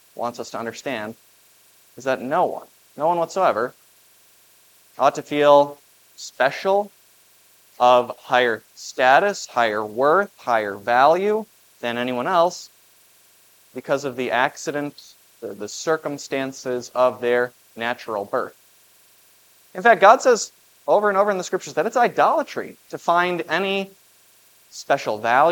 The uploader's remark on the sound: This Sunday sermon, based on Matthew 15:21-28, was preached at Grace of God Lutheran on August 20, 2023.